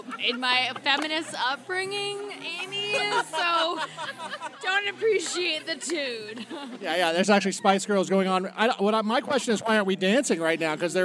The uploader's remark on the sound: record a surprise episode of the Geek Whisperers from my wedding reception